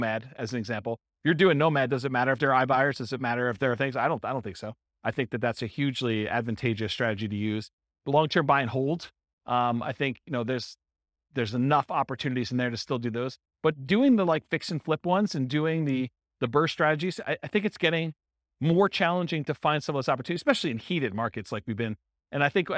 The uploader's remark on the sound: This was a live class recorded